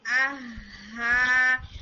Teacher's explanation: دوسرا والا ہا ہے وہ تھوڑا اور باٹم سے آتا ہے، بالکل حلق کے نیچے والے حصے سے آتا ہے، چیسٹ کے کلوز, یعنی آہا، اور اس کی اسٹرانگ ساؤنڈ ہوتی ہے، یعنی